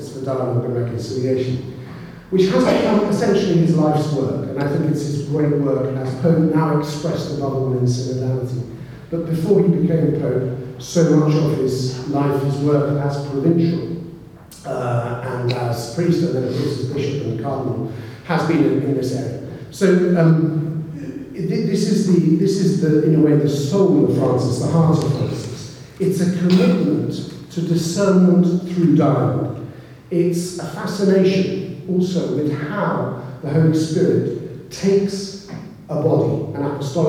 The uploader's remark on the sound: keynote speaker at the launch of the Belfast Jesuit Spirituality Centre